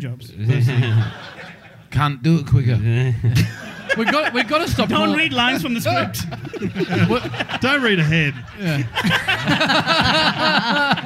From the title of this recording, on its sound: Live in Maryborough!